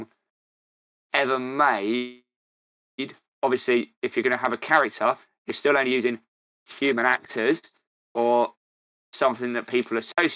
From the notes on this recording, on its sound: The episode unfortunately is cut off by our ongoing technical issues, so this is a part 1 I am afraid.